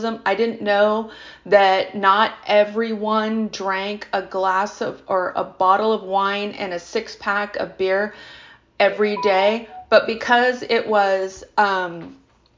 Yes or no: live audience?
no